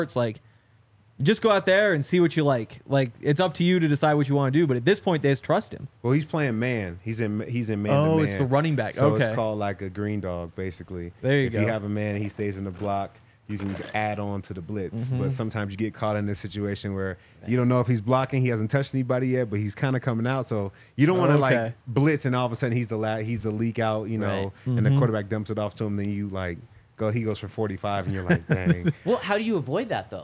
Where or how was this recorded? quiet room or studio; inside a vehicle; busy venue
busy venue